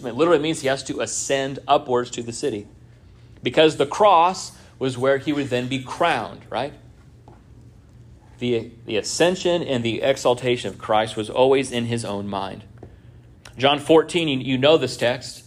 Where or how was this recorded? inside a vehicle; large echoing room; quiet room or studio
large echoing room